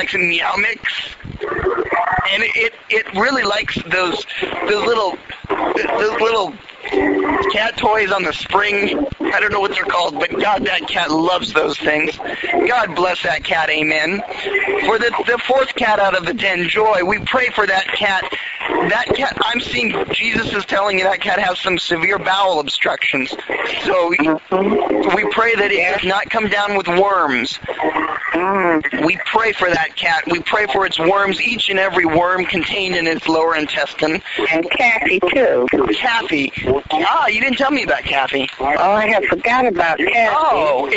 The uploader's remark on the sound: RBCP's Personal Prank Phone Calls Collection